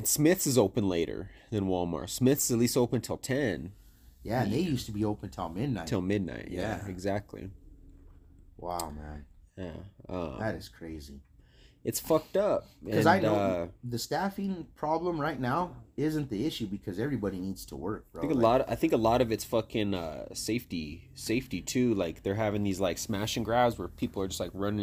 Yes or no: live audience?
no